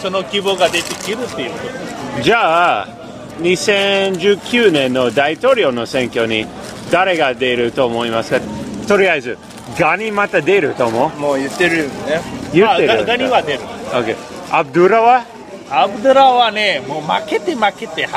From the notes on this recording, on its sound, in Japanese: 外で録音しましたので、バックグラウンドはちょっとうるさくて、申し訳ありません